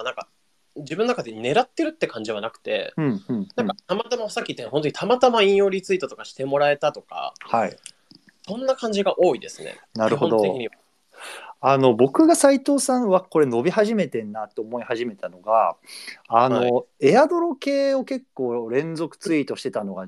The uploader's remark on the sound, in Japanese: スペース対談の録音です。